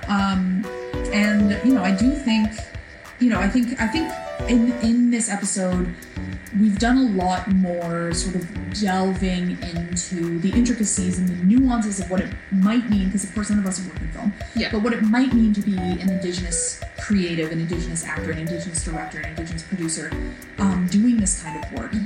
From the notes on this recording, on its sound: Atmospheric background noise. No amount of filters could get rid of it. The awful damn buzzing.